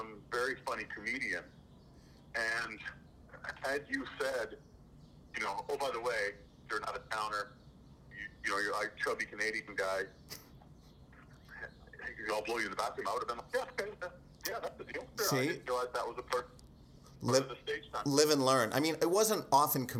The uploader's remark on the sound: successfully phones in from Canada